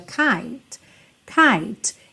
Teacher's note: And our hopes as high as a kite, kite, esse T pode aparecer mais ou menos, como a última letra, que é a letra E, não é pronunciada, esse T vai ser nossa consoante oclusiva, vai ser o que fecha essa palavra